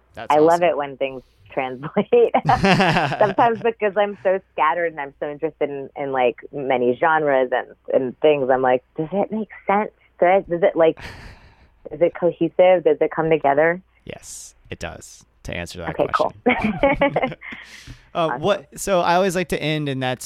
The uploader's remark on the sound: We caught up by phone